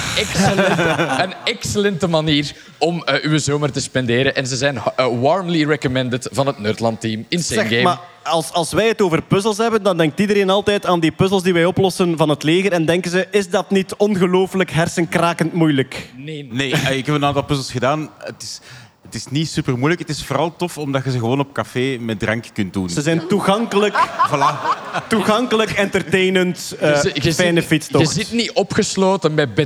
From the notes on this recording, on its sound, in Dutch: Live vanop het Nerdland Festival!